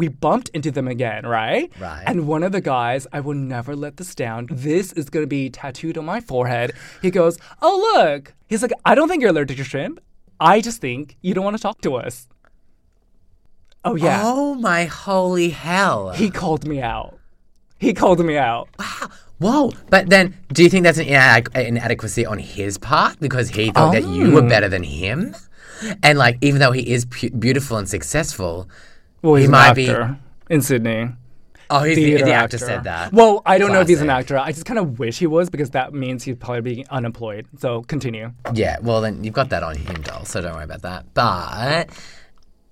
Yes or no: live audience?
no